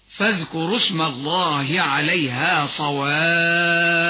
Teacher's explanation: فليس فيه إلا المد قولا واحدا بمقدار ست حركات بالسكون المجرد، ولا روم ولا إشمام فيه · Term: مدا لازما